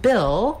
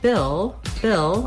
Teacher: we have the vowel I, which is a lax high front vowel.